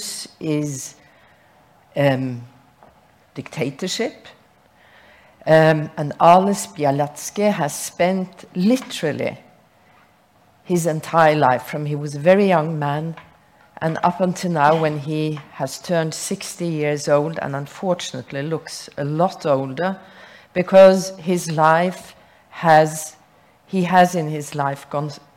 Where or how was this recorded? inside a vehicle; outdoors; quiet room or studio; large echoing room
large echoing room